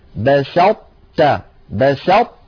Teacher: أطبقنا اللسان على طاء من غير قلقلة، تاء فتحنا على تاء، فلا نحن أظهرناها فقلنا بسطت، ولا نحن أدغمناها إدغاما كاملا فقلنا بسطت. · Term: الإدغام الناقص